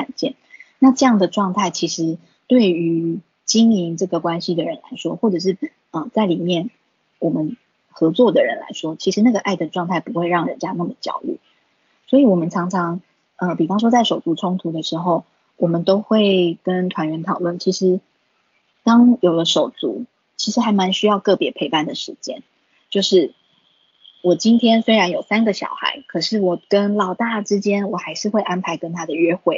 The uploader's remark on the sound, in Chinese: 此為線上課程錄音檔！